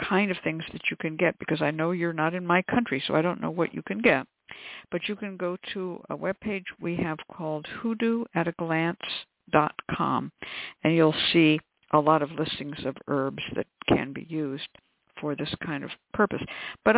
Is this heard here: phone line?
yes